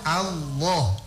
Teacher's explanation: usahakan kita saat menyebut lafdzul jalala dan kita tebalkan lamnya Allah, usahakan bisa kita sebut tanpa membulatkan bibir